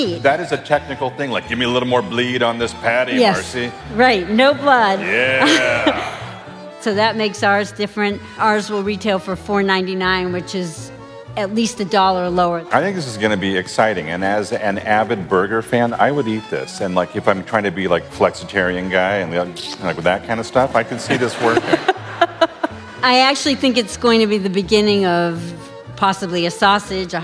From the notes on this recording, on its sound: We come to you live (well, we recorded it live) from the Trader Joe’s Annual Captains Meeting. Every year, we gather every Captain from every Trader Joe’s across the country together.